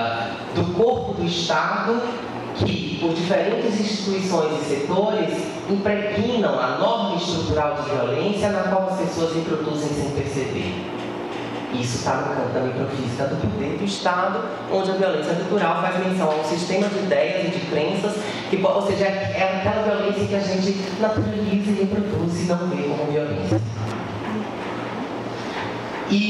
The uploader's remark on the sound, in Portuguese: A gravacão foi realizada no Seminário Perspectivas da violência e a população LGBT+: Fortalecendo redes e resistências, ocorrido em dezembro de 2019, na Universidade do Vale do Rio dos Sinos, em São Leopoldo. O evento foi promovido pelos Programas de Pós-Graduação em Saúde Coletiva e em Ciências Sociais da Unisinos.